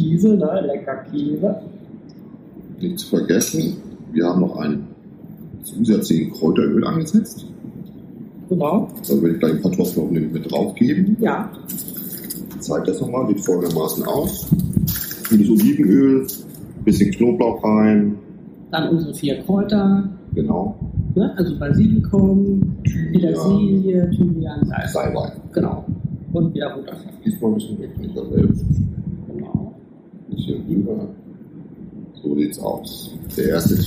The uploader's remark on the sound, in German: SORRY für die Tonqualität! Wind und Meer Lautstärke unterschätzt und dann hat auch noch das Mikro rumgezickt.